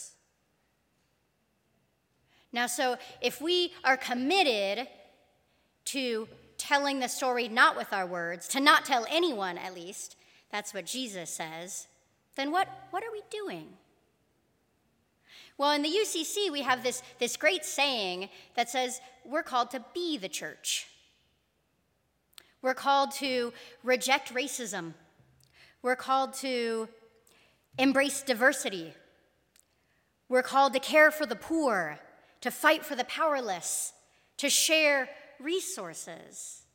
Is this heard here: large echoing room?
yes